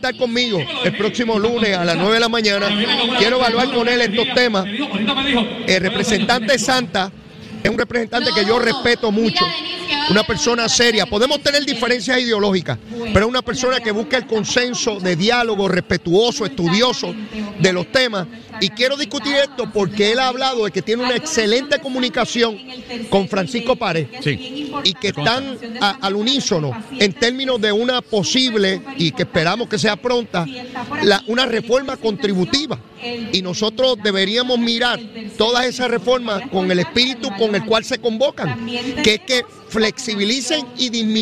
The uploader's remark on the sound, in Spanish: en directo desde el Coca Cola Music Hall